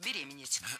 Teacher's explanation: Ударение в этом слове ставим всегда на второй слог – беременеть.